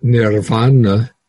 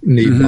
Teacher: So where you have in Sanskrit nirvana, so an R followed by a V, in Pali it will turn into a double B